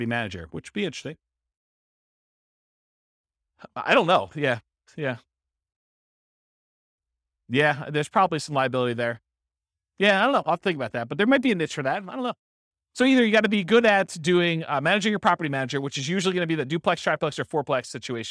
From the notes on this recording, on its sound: This was a live class recorded